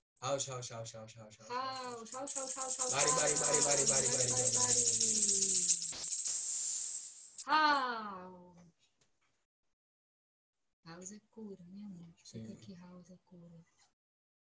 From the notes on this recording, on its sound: Online via Zoom.